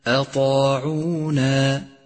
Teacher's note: انتبه إلى ترقيق الهمزة وتفخيم الطاء وتفخيم الألف وترقيق باقي الحروف